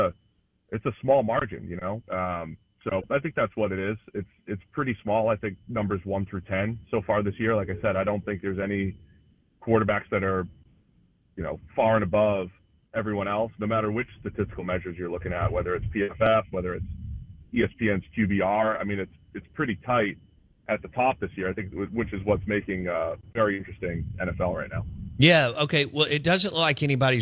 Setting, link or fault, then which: link, phone line